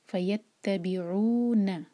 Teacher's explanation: عین کو حلق سے نکالیں گے اور عو مد طبعی دو حرکہ، آگے نا ایک حرکہ.